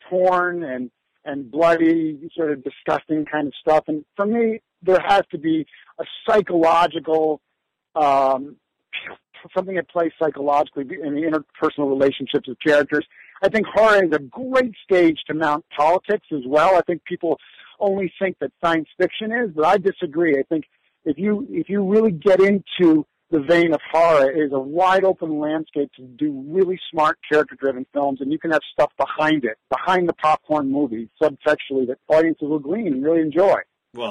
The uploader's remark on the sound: desperately clinging onto a phone signal in a remote corner of Idaho